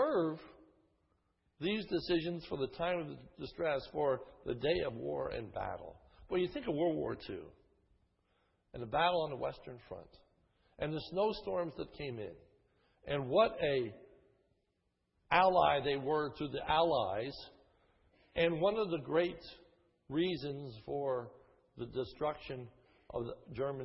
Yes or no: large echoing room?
yes